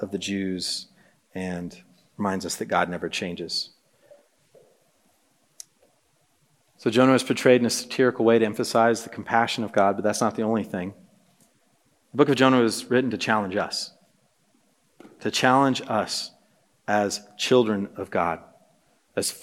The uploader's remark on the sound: This message was preached on February 1, 2024 at a Thursday Night Gathering of Coram Deo College Ministry.